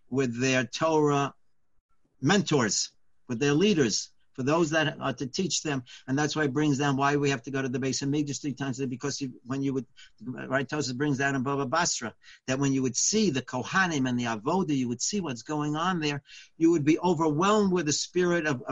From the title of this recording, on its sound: Live On Zoom: 6-4-2020